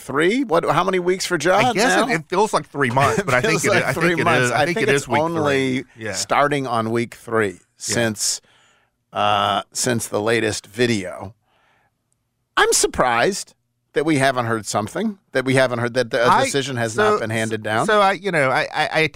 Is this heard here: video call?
no